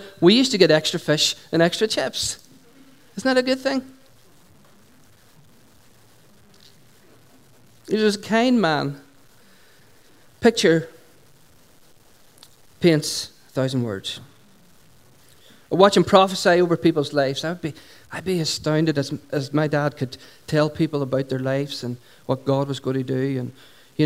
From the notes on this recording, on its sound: Recorded at 11:00am on 19th July 2016 at our Sunday Celebration at Dungannon Integrated College.